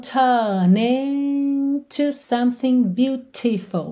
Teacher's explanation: Turn, ele não enrolou a língua no R